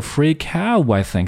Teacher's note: 没有用这个用这个 flap t 的这种读法，没有舌尖弹动的读法，而是直接把两个音把这个 t 省略了